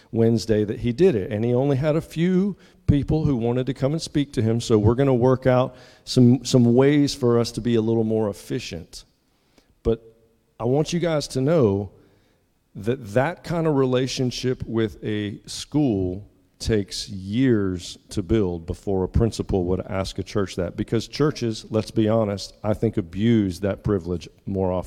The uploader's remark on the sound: at the 8:30 contemporary service at Restore